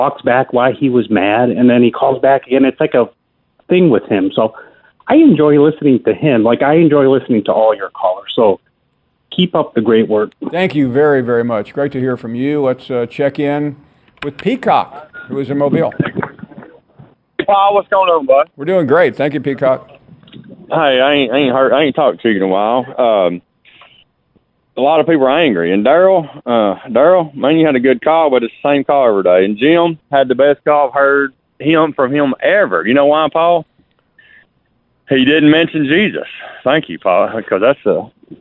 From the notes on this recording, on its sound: taking more of your phone calls